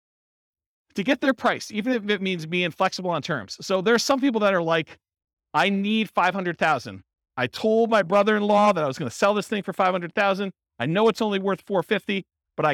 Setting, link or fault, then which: setting, live audience